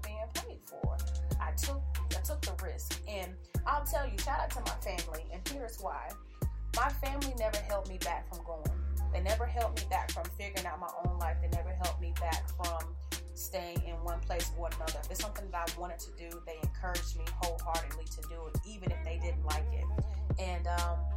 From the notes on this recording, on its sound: Half way through the show... I realized I ain't have the Yeti mic on.. I told y'all this was my first live!